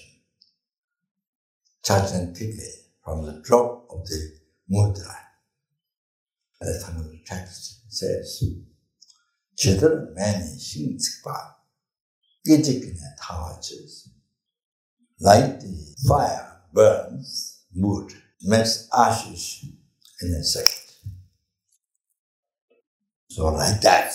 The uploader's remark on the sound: The teaching for this episode was recorded on September 16, 2018, at Amitabha Buddhist Centre, Singapore.